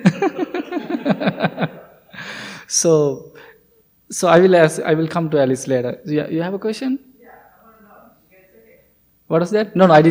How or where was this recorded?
large echoing room